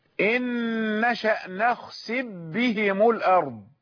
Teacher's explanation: وكذلك نخسف بهم، يقرأها الكسائي نخسف بهم: إن نشأ نخسف بهم الأرض، أدغم الفاء، أدغم الفاء في الباء